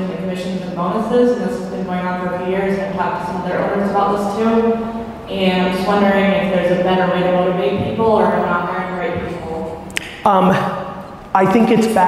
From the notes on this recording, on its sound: Live Q&A I gave in Las Vegas.